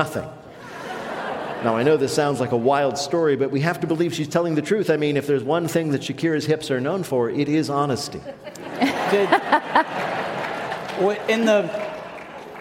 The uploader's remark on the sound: at the Harris Theater in Chicago